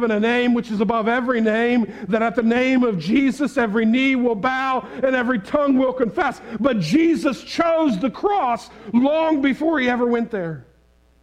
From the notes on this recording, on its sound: preached this sermon on Sunday March 13, 2022 at the Tarrant Bible Methodist Church